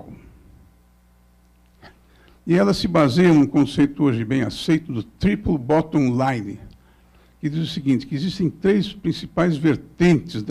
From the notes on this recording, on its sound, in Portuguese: Este é o áudio da abertura do I SEMINÁRIO ABQ QUALIDADE SÉCULO XXI – A Qualidade e a Realidade Nacional.